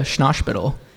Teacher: he adds like a SH sound on words that don't have that